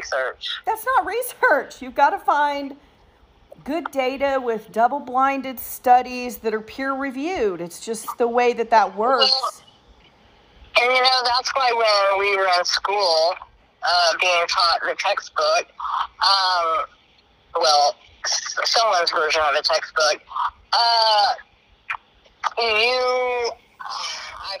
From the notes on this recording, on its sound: a little hands free road trip recording